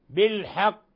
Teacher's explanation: لو وقفنا على بالحق فإننا نقلقل القاف قلقلة كبرى لأنها مشددة